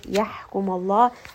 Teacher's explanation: ha from the middle of the throat. Name of Allah here is going to be heavy because the letter before has a fatha.